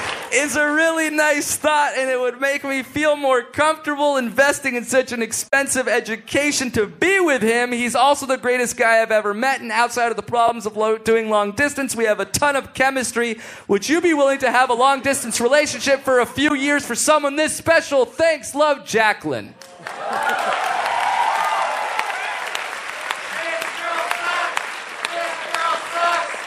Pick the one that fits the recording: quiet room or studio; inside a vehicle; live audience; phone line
live audience